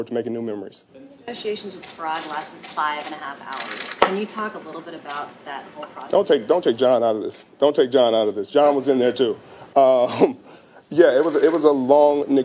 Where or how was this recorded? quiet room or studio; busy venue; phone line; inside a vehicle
busy venue